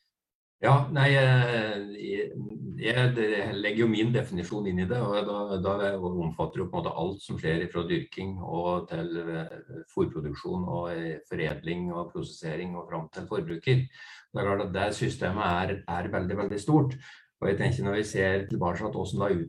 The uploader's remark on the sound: Live Zoom